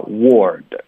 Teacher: 那这就是一个窝带一个儿化音